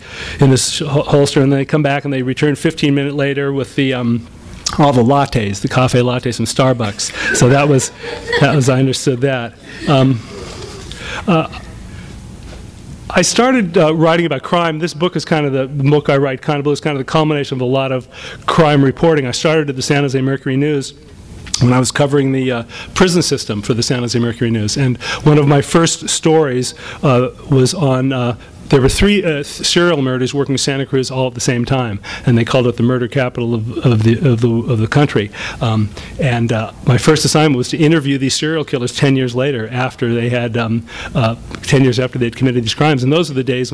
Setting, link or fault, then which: setting, live audience